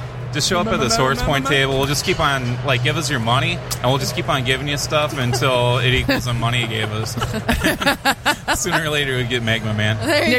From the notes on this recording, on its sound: Live From Motor City Comic Con